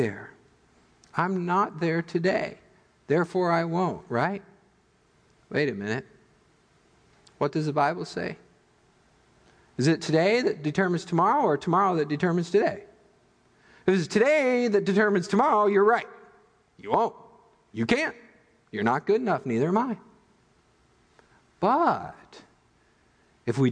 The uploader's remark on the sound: Midland Evangelical Free Church Sermon Audio